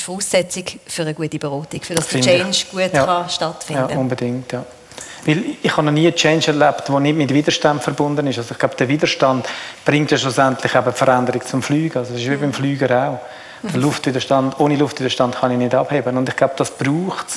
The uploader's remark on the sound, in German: Live-Episode. In unserer ersten Live-Podcast-Folge.